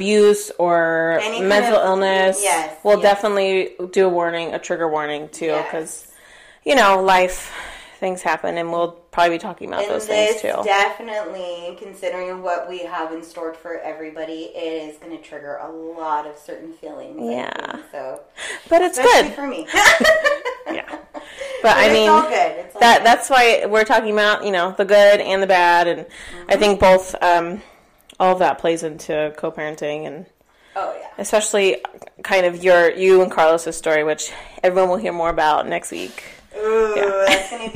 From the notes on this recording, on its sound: We know the audio is a little rough on this one, bear with us!